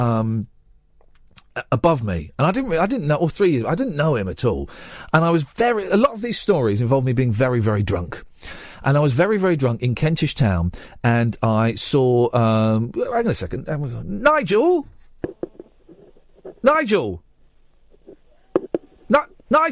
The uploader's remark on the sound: Two teachers phone up very drunk